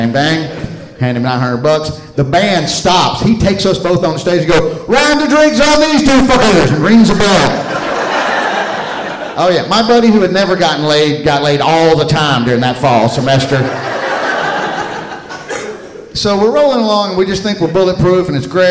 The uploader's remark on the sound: Live From Charleston!